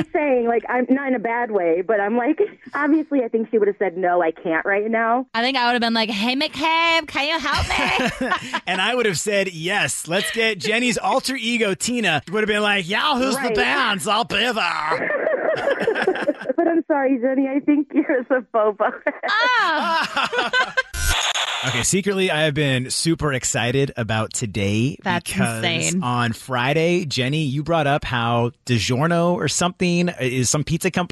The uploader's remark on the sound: had listeners call